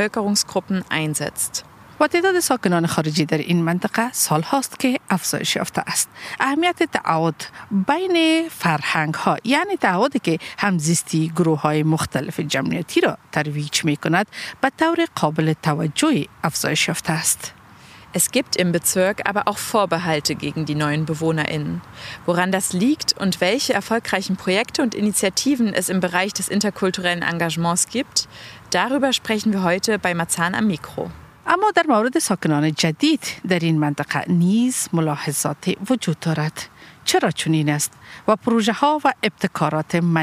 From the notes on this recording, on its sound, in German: Podiumsdiskussion in der Freiwilligenagentur in Marzahn-Hellersdorf. Wir waren dabei und haben die Diskussion aufgezeichnet.